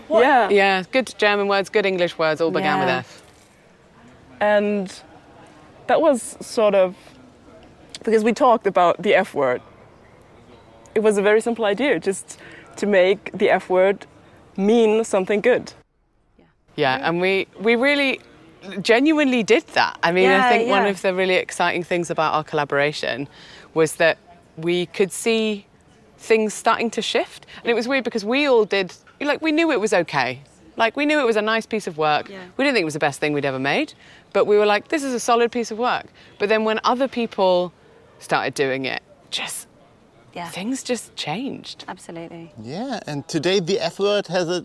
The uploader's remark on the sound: This episode is about the show F, an interactive audio-walk/scavanger hunt, and it was recorded on site at Kampnagel in Hamburg.